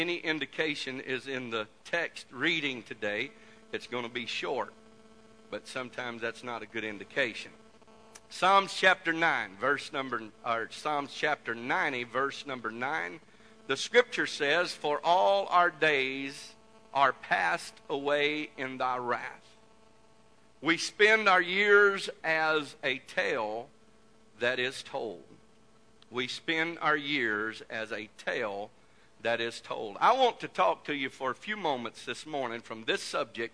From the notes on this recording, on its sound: This message was broadcast live from the First Pentecostal Church of Silsbee Texas